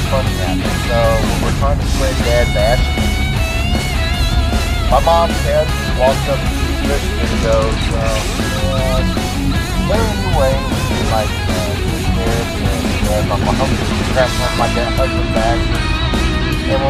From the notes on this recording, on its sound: While driving from Myrtle Beach to Philadelphia, I hit the record button to talk about what's happened the last month.